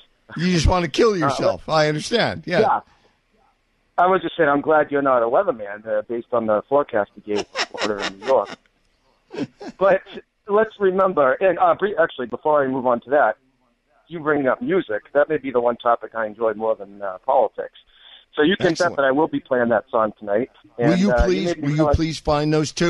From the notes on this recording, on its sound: All that plus your phone calls